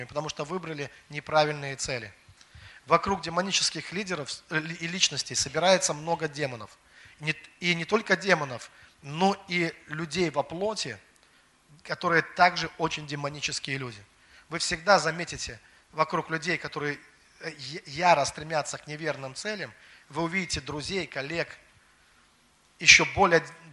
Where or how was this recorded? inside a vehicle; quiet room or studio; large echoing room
large echoing room